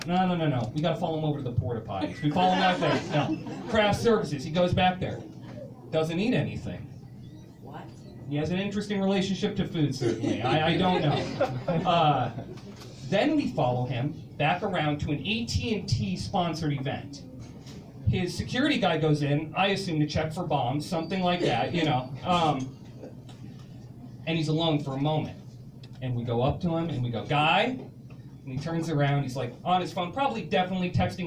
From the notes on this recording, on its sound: A special abbreviated season featuring a ton of live storyscapes from Storyfort '22. Live from Boise's iconic and second-oldest bar, the 10th Street Station.